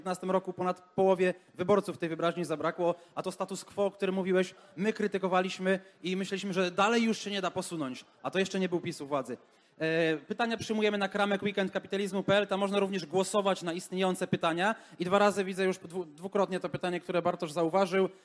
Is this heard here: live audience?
yes